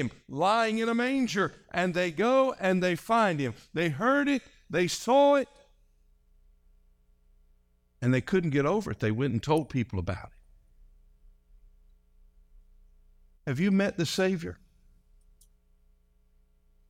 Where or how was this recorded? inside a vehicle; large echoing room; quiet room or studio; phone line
large echoing room